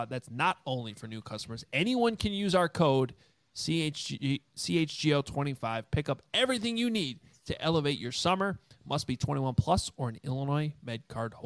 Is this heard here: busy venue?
no